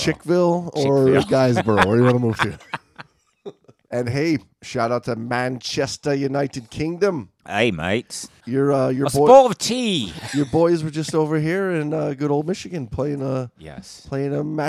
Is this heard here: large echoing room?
no